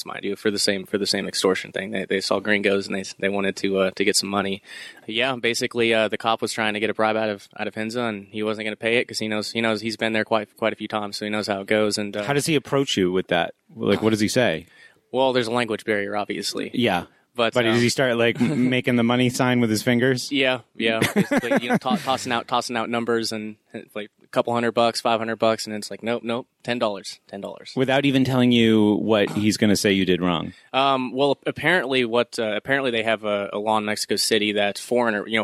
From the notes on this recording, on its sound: recorded live and in-person from the Midwest Peace of Liberty Fest